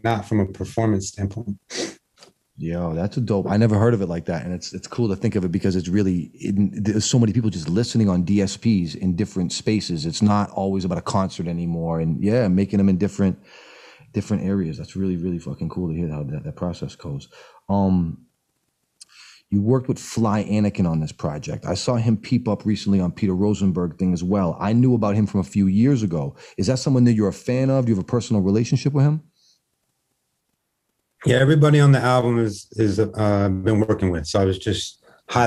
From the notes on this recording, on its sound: Slid through on the Zoom call.